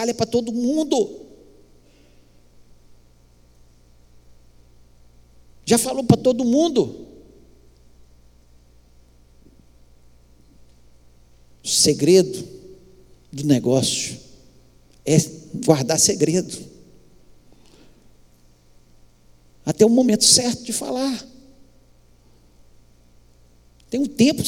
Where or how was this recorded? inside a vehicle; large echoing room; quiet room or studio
large echoing room